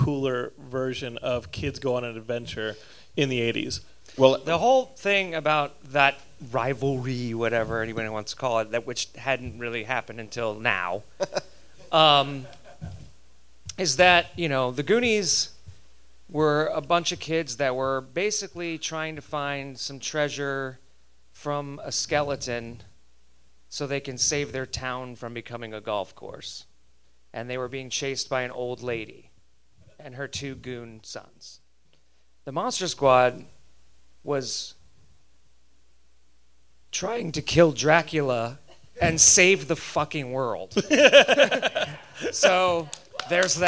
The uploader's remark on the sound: LA Comic Con 2018! On this LA Comic Con panel.